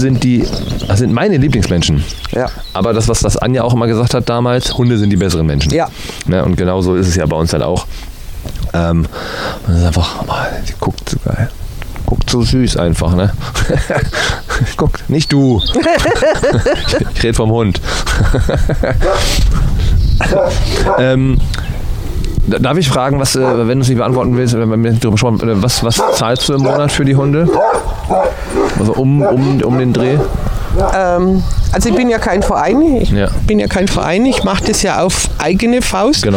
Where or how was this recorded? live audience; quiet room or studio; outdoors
outdoors